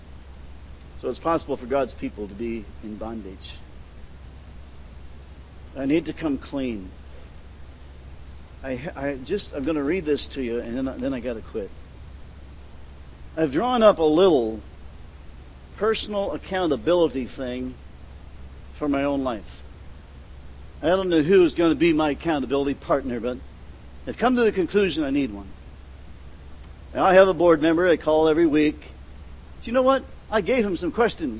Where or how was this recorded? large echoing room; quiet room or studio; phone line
large echoing room